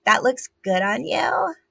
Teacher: So it's pitch, which is way up there. So it's really high. And then it's vocal fry. And then it's also up talk. · Term: sexy baby vocal affectation